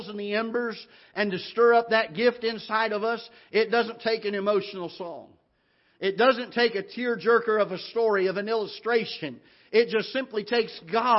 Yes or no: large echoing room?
yes